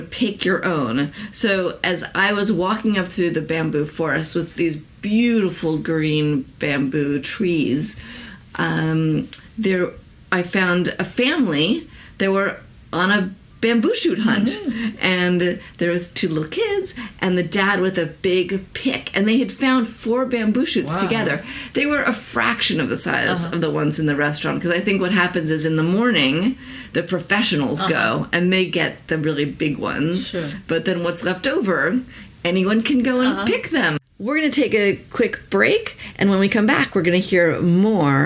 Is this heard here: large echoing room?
no